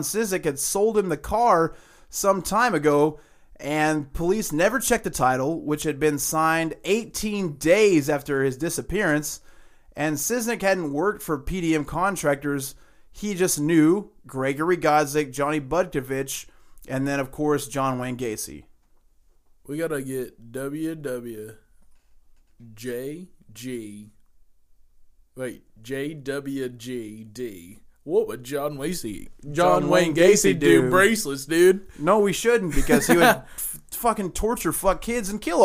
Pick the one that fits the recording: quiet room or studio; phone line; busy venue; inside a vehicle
quiet room or studio